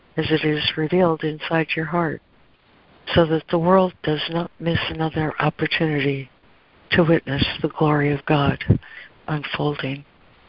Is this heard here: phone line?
yes